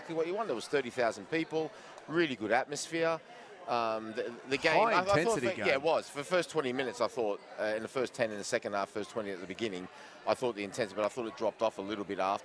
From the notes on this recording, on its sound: live from Wahlburgers in Circular Quay